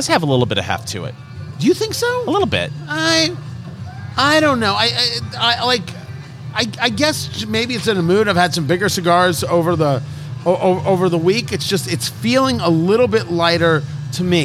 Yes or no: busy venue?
yes